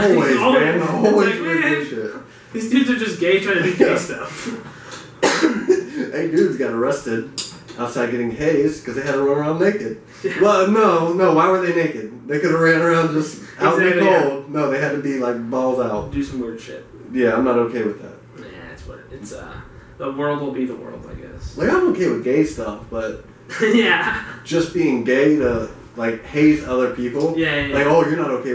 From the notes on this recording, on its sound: Sorry in advance for poor audio quality. We had some recording hiccups.